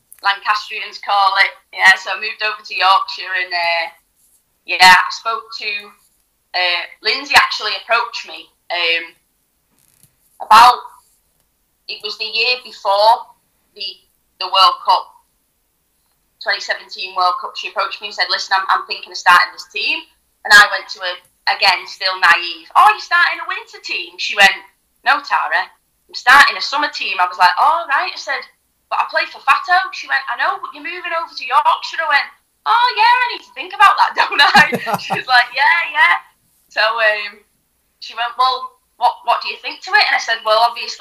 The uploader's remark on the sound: On the phone.